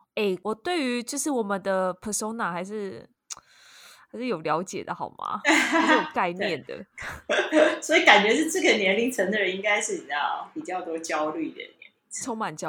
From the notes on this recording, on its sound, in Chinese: 聲音充滿了空間感呀。本集音質太QQ。